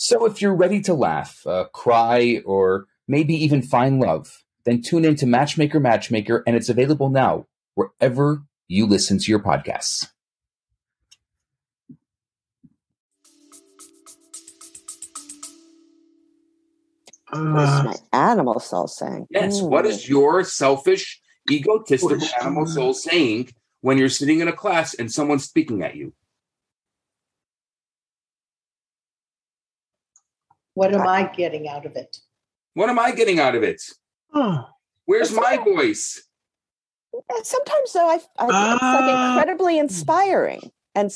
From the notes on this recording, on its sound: Thursday Morning Class. On ZOOM.